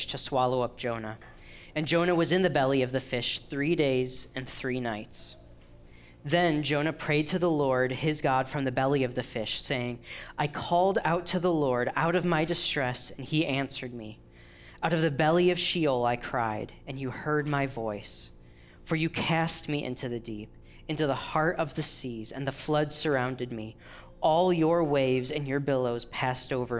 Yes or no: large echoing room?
yes